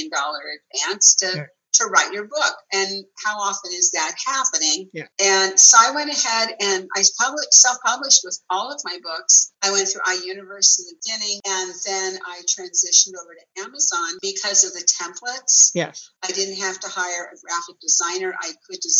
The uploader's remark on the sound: zoom interview